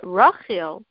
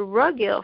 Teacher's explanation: The chaf of Rachel and the gimel of ragil are coming from the same place. · Term: letters of the palatal